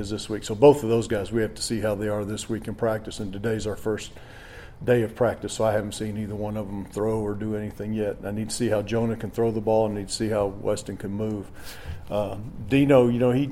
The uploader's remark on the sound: Full audio from the weekly press conference